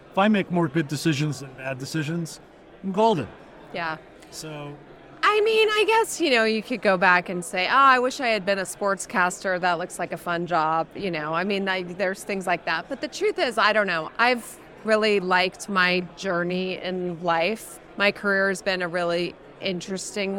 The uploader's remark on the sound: Recorded live at the Ascent Conference in San Francisco.